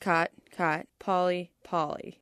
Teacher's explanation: these vowels have been coming closer and closer together and merging and becoming the same sound. Linguists call this the caught-caught merger.